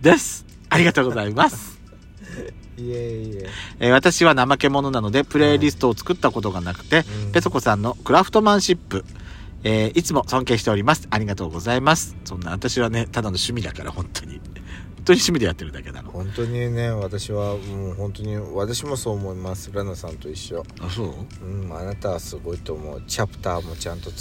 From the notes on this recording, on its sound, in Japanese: Radiotalk。パーキング収録。